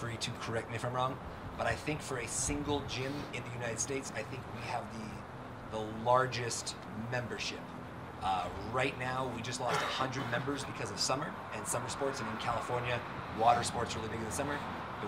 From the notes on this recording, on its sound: JumpFEST 2018 Panel Discussion. A panel discussion from the parkour event JumpFEST 2018.